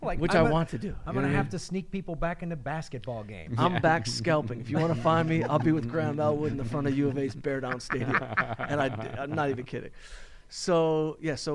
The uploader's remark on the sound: ATC Fest Live From Phoenix